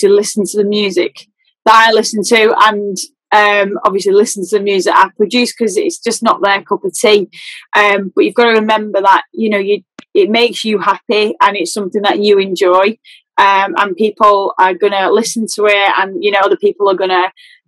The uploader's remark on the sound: Recorded on May 5th 2021 on Zoom…so that explains the shit quality of sound going in and out.